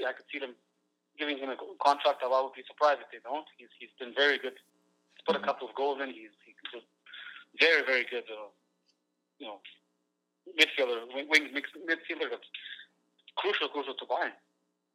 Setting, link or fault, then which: link, phone line